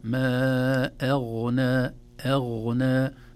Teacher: كلمة أغنى، أغنى عنهم، الهمزة مرققة والغين مفخمة، لا نقول ما أغنى أغنى، لا، ما أغنى أغنى، نرقق الهمزة ثم ننتقل إلى الغين مفخمة أيضا لينة في النطق.